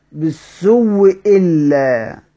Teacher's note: هنبدل الهمزة بتاعت بالسوء واو مكسورة، فلما قرأ نبدلها واو مكسورة، التقى عندي واو ساكنة مع واو مكسورة · Term: الإبدال والإدغام